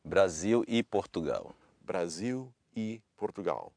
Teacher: that final L sounds a little bit different. We call this a dark L.